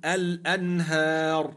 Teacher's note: لذلك يجب أن نقول الأنهار، فلذلك قلت أنت الراء ساكنة لأجل الوقف وقبلها ألف مادية تفخم